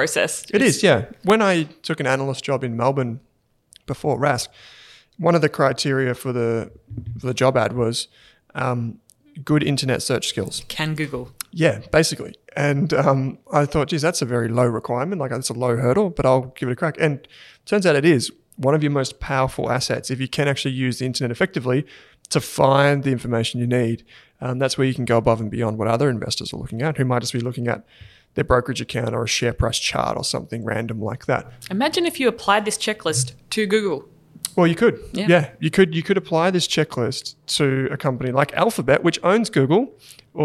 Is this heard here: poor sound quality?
no